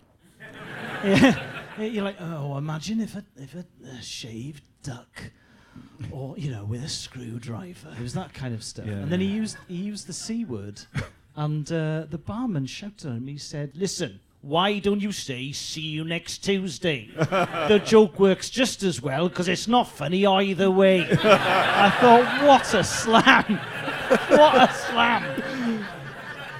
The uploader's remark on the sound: in front of an ACTUAL live audience